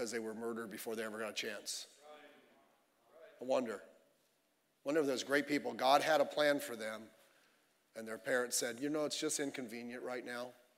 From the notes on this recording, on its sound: Sunday Evening Service